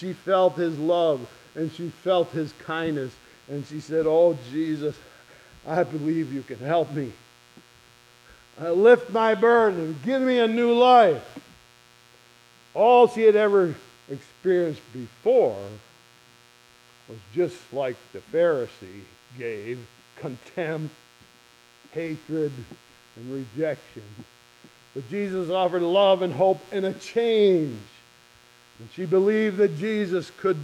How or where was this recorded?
large echoing room